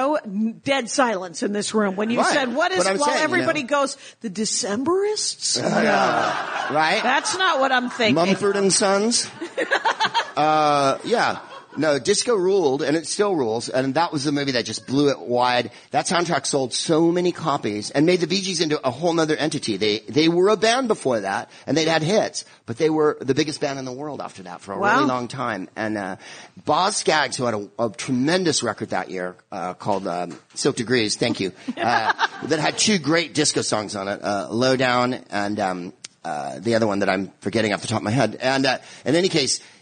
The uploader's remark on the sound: LAPODFEST.